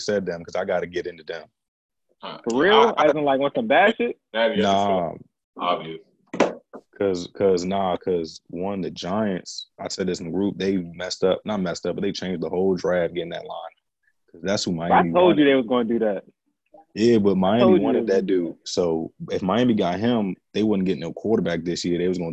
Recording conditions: video call